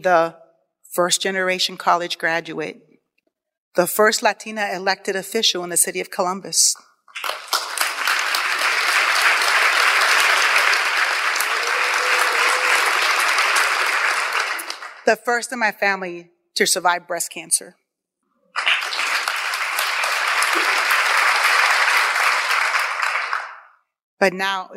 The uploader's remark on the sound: on stage at the Columbus Athenaeum on March 9, 2022 during the Columbus Storytellers Project event